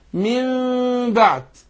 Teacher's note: فبنقلب النون الساكنه او التنوين ميم وننطقها مع الغنه · Term: الاقلاب